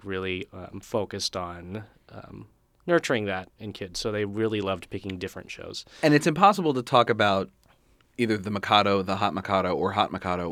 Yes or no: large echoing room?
no